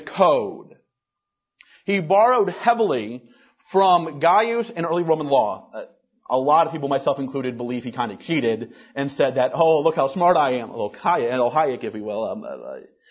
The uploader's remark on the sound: At the Ludwig von Mises Institute in Auburn, Alabama.